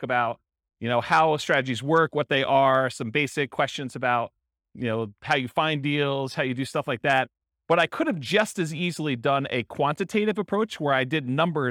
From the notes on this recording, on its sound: This was a live class recorded. Miramar, Florida.